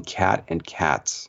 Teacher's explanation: the difference between cat and cats, is the presence of a word final consonant cluster, the TS, in the plural